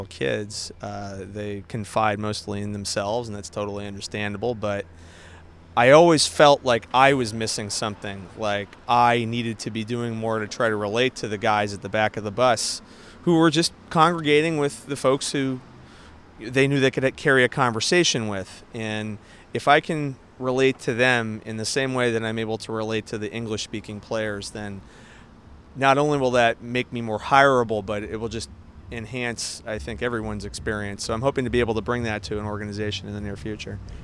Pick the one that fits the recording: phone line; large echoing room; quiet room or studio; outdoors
outdoors